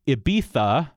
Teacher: sort of a TH sound rather than a Z